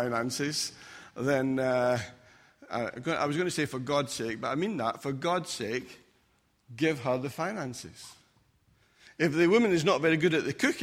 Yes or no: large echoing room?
yes